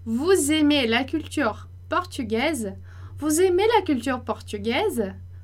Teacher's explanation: Então, a entonação que vai subir, porque a gente está falando de uma pergunta.